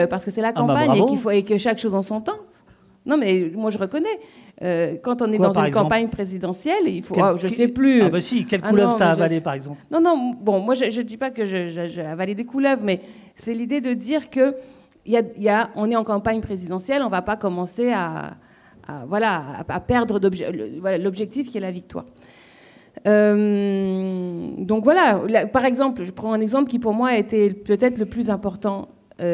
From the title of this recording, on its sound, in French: AuPoste en public